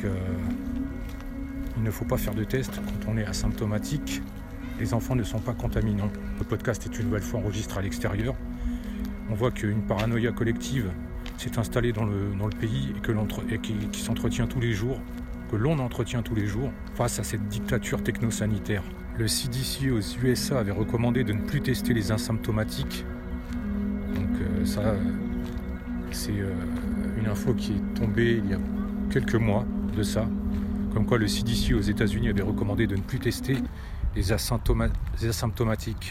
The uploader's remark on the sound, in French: Podcast partie 4 enregistré en extérieur.